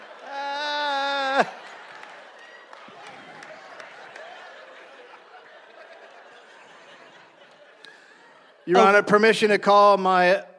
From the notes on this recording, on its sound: Recorded live in Columbus.